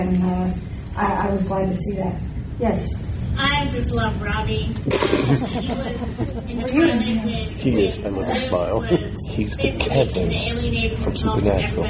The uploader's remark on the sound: Fan Panel at DragonCon ’15. Was able to Skype.